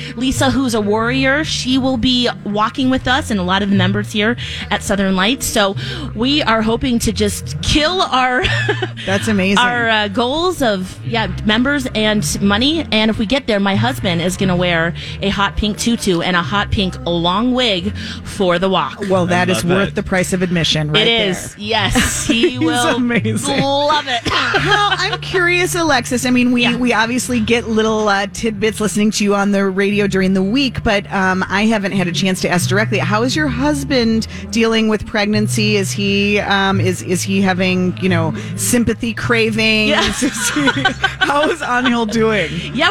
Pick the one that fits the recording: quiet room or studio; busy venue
busy venue